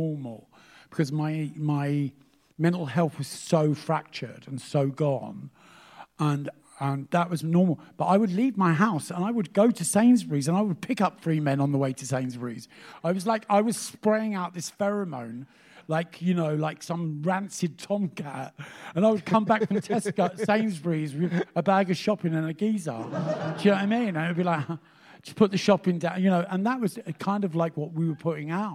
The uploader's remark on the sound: Live at Cheerful Earful Festival Part 2.